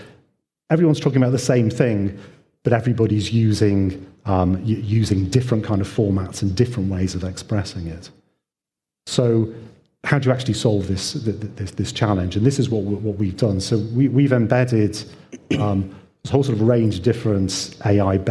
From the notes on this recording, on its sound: This panel session at FinJS